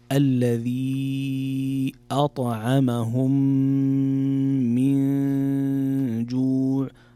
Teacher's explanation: من جوع هنا حكم إخفاء، نون ساكنة جاء بعدها حرف الجيم والجيم من حروف الإخفاء